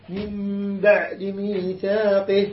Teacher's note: قلبنا النون ميم وأخفينا الميم، أخفيناها بالباء